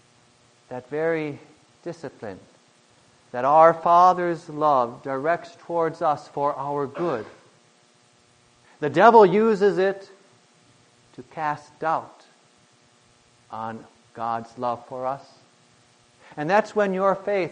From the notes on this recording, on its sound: Preached on August 22, 2010, for the Thirteenth Sunday after Pentecost